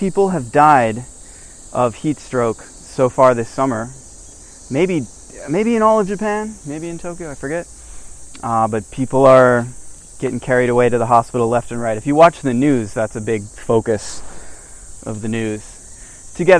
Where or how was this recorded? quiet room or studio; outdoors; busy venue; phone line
outdoors